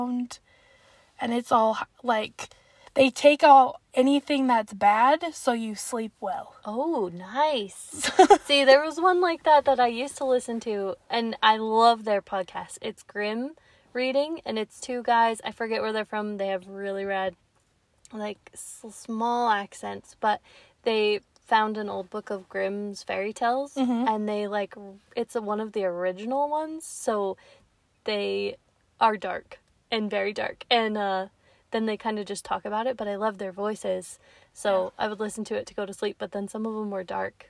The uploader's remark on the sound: The Car Pod. Podcasting from the car!